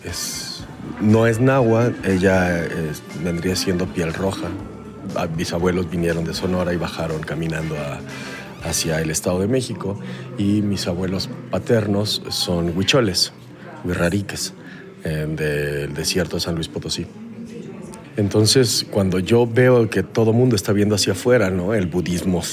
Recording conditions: busy venue